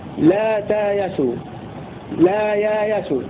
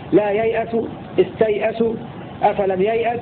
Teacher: وقرأ الباقون لا ييأسوا بتقديم الياء ساكنة على الهمزة وإبقاء الهمزة محققة · Shown in: second take